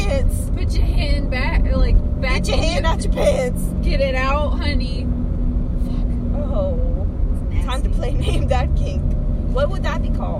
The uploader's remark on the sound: Car Noise.